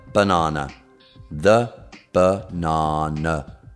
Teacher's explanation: Schwa è il suono più importante che esiste in inglese. Quindi, come abbiamo visto con la banana, che ci sono tre schwa